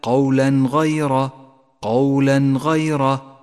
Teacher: لاحظ حكم الإظهار عند قوله تعالى قولا غير، قولا غير، التنوين وبعده حرف الغين، يظهر التنوين من دون غنة أو تشديد